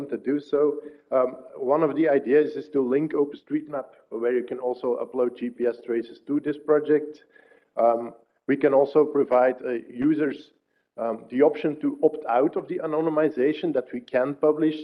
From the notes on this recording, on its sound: Lighting talks registered during the State of the Map conference.